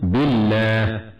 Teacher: اللام في بالله لام ال التعريفية وهي مدغمة في اللام بعدها، فنقول بالله.